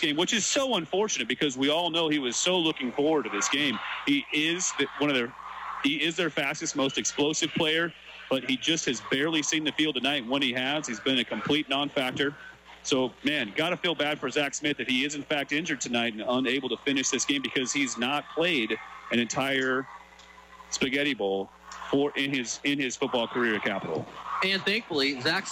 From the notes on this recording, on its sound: Spaghetti Bowl 2015 PxP. Live from Ingersoll Stadium!